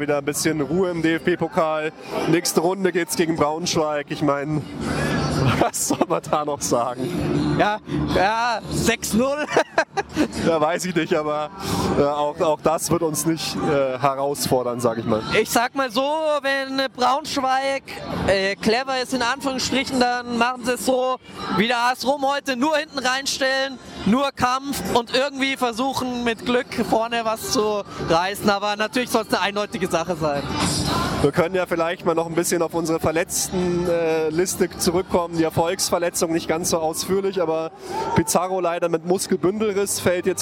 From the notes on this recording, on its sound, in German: Mini-Folge aus dem Stadion gegen Rom. Live aus dem Stadion aufgenommen!